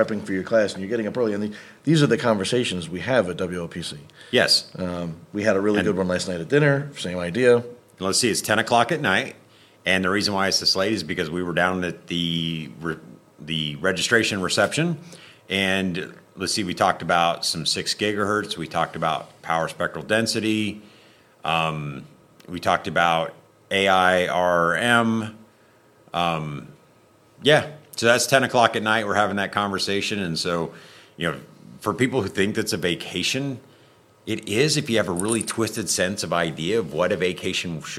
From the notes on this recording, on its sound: in person and recording another RUCKCast, live at WLPC 2024 in Phoenix